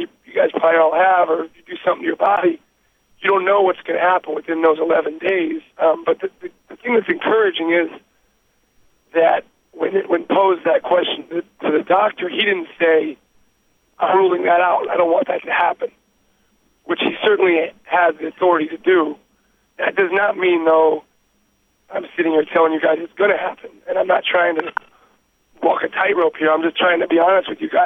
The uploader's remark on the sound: Conference Call